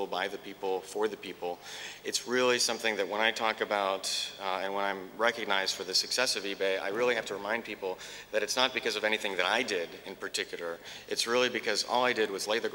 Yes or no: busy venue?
yes